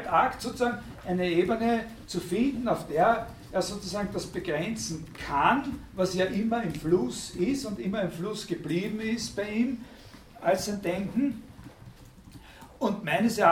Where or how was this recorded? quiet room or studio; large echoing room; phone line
large echoing room